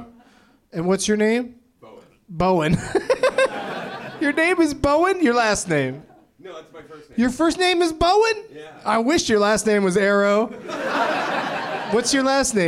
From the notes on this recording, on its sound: Live from the NerdMelt Showroom in Los Angeles